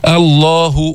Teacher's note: الله، وليس آه، الله، نعم لام لفظ الجلالة هنا مفخمة، بس ما في داعي تفخم الهمزة قبلها